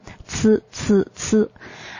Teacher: 我们的声音不震动，气流是非常强的。首先要冲开一条窄缝，然后从那个窄缝中挤出摩擦成音 · Term: 舌尖的音